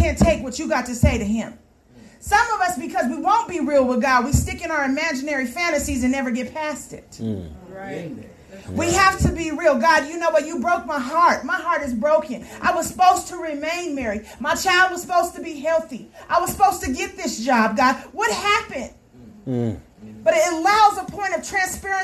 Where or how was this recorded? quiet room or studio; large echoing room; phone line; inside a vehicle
large echoing room